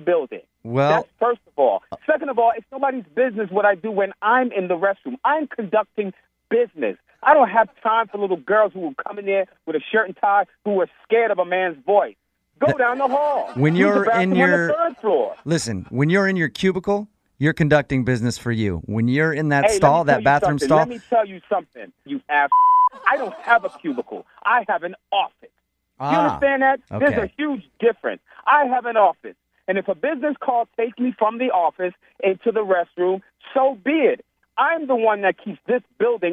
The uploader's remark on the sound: Phone Tap